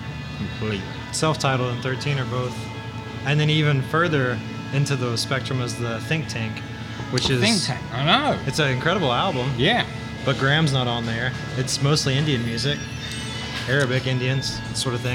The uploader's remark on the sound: In our first of many field recordings, we travel to Louisville, Kentucky. This episode was recorded onsite at Haymarket Whiskey Bar who were gracious enough to let us sit in and record.